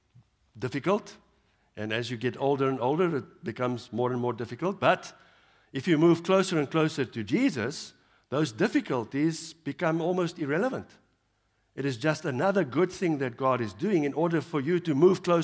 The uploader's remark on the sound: Evening Worship Service